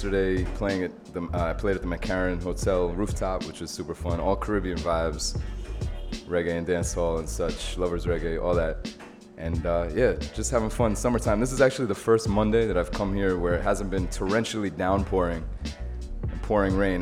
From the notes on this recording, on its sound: Broadcast live on August 1, 2016 from the storefront of The Late Late Bar on Houston Street in New York City.